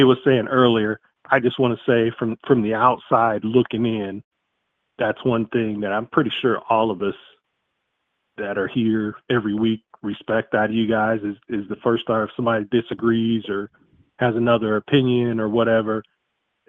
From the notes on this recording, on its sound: We wrap 2021 by taking your calls live on the air.